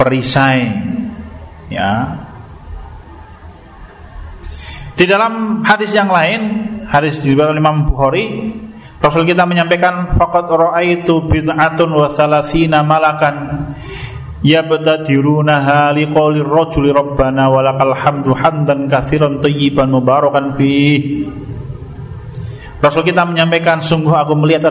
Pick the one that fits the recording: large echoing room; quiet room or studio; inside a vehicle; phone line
large echoing room